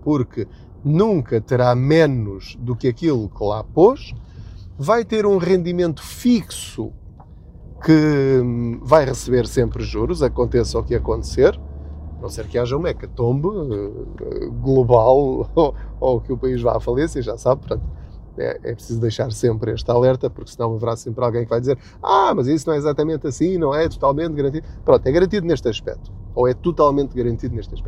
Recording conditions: inside a vehicle